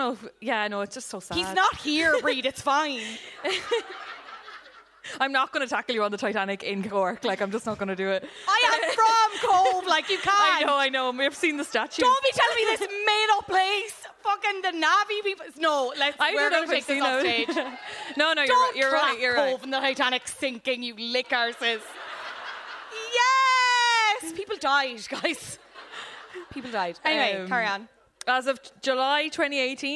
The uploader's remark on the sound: Live from Cyprus Avenue